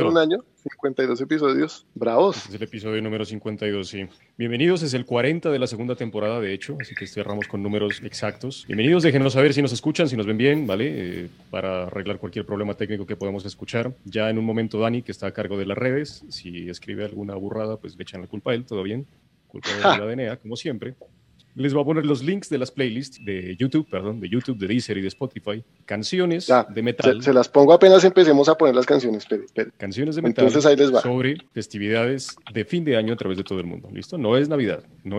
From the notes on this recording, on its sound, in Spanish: Episodio grabado el 09 de diciembre de 2020 en línea y transmitido en vivo por Facebook Live en el canal de A lo Bestia - Podcast, desde Bogotá - Colombia.